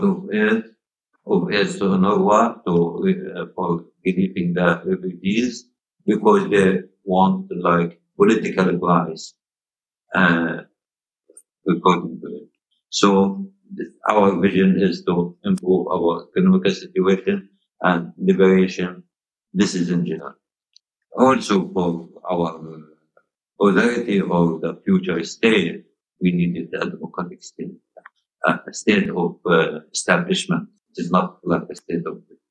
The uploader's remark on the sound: We also apologise for some of the sound quality during the interview, which is not great for a few different reasons.